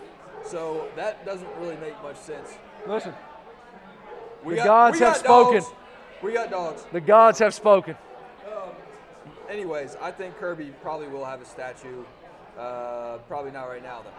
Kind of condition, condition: setting, busy venue